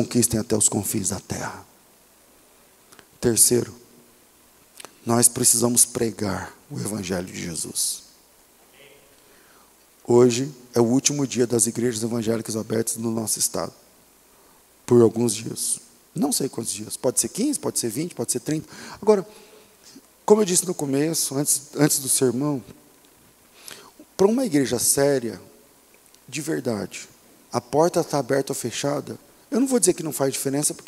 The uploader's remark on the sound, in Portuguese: Culto ao vivo